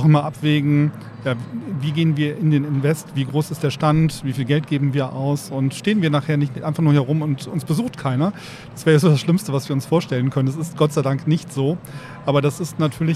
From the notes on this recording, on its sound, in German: Weiter geht’s live von der didacta.